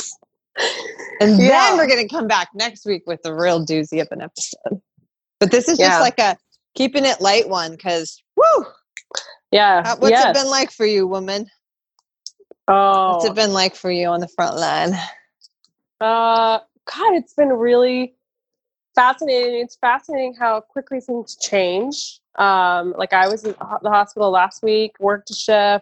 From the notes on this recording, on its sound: We chat via Zoom from the safety of our own homes in Seattle, the first hotzone of Covid 19 in the US.